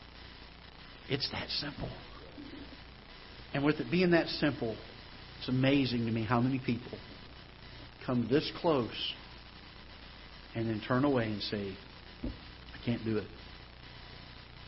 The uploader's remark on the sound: Ketha Heights Baptist Church ~ Live Broadcast